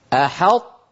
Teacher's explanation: أحطت، من طبعا من غير سكتة، أنا أبطئ العمل حتى يظهر أحط، هذه الطاء ساكنة غير مقلقلة، فيغيرون شكل اللسان قليلا ثم يقولون تو، وبسرعة تكون هكذا: أحطت بما، أحط أطبقت على طاء، تو فتحت على تاء، جافيت لساني عن تاء.